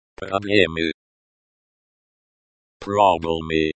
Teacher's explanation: Problem, pronounced, problemai, with emphasis on the first syllable